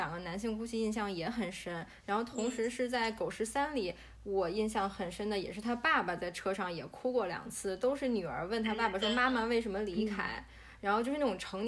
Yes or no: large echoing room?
no